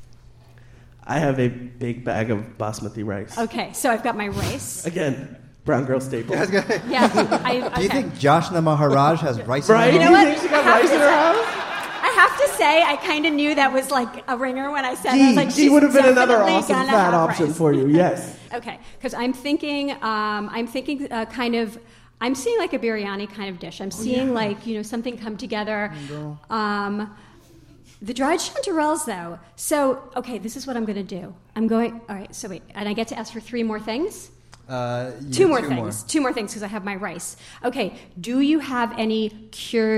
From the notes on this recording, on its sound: Live from Hot Docs Podcast Festival. This week’s show was recorded live at the Hot Docs Podcast Festival in Toronto.